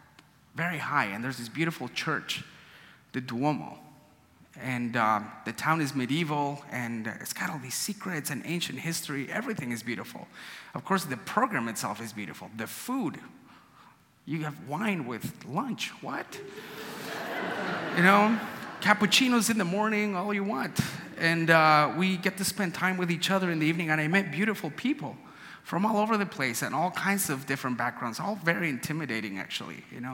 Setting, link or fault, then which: setting, live audience